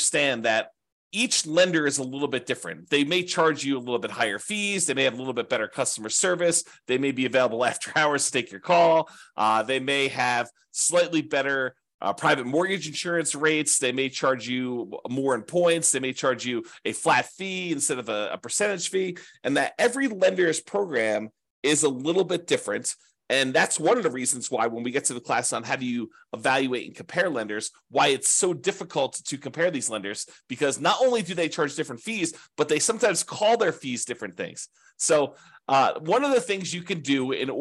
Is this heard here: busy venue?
no